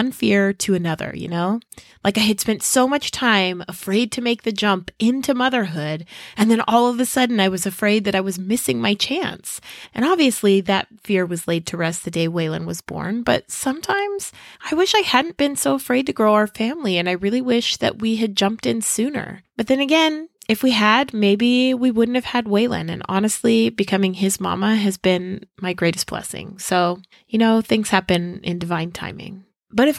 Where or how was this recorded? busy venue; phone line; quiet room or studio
quiet room or studio